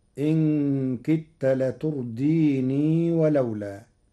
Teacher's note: قرأ ورش كلمة لتردين وصلا بإثبات الياء فيقرأ إن كدت لترديني ولولا.